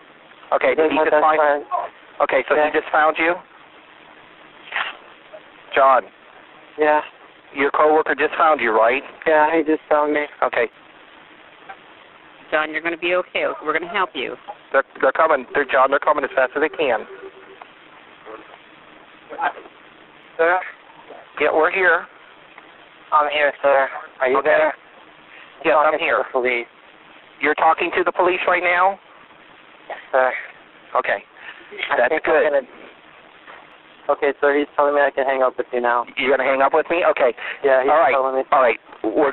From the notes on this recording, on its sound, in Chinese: 兩通超乎你想像的報案電話，真實錄音帶你經歷最赤裸的恐懼。